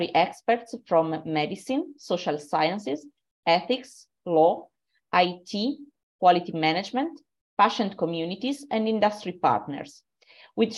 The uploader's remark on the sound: Originally a live webinar